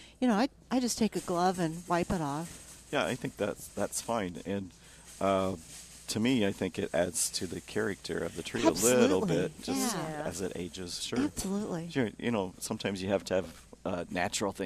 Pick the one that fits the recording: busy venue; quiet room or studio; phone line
busy venue